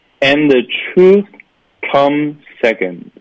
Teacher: 这 come 这个尾音可以吞掉，变成了 come second 就可以了